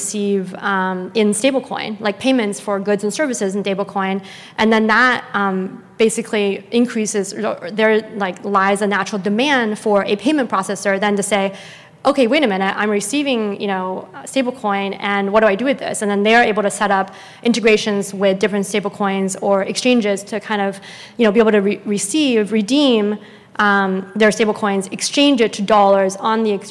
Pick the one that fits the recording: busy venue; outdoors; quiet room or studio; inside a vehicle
busy venue